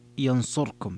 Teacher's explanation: ثم القراءة الأخرى قرأ أبو عمرو بخلف عن الدوري ينصركم بإسكان الراء